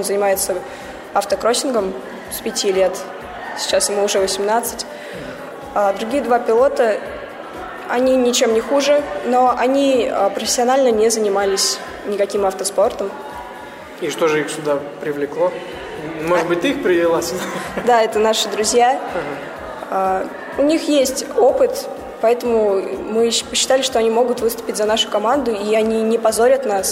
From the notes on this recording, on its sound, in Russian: Выпуск, который вы слушаете, был записан во время картинг-марафона «Бодрое Межсезонье. Гонка проходила 24 ноября 2013 года в Москве на территории картодрома «FORZA Волгоградка».